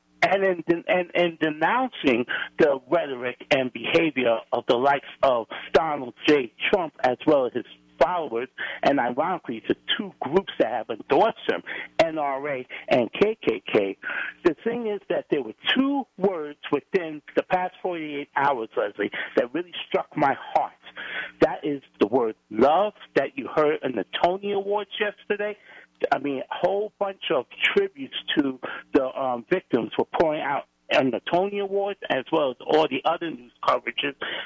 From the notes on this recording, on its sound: Is joined by callers.